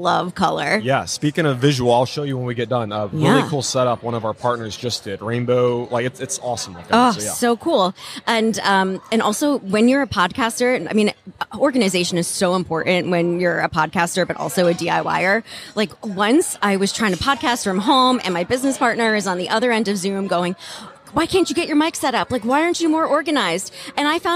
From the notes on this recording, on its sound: LIVE from HAVEN 2022. The Wall Control booth at HAVEN 2022.